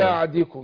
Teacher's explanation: الميم المقلابة دي بنطلعها بانفتاح يسير بين الشفتين